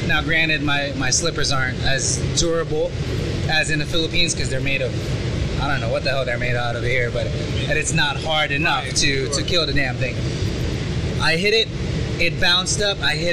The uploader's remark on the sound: Live in the restaurant. Live on the line.